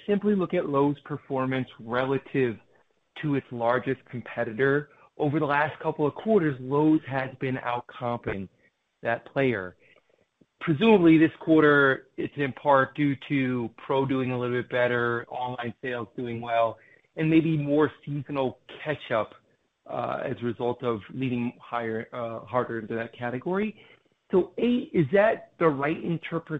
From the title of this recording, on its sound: Q2 2023 Earnings Conference Call